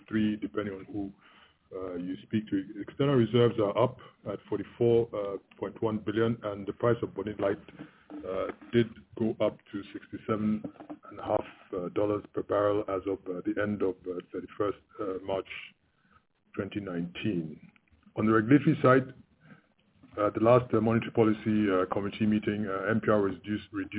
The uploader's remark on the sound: FY 2018 Investor and Analyst Conference Call by Union Bank.